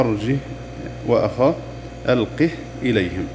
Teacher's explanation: إذ الهاء تقرأ ساكنة لحفص، يقرأها حفص بسكون الهاء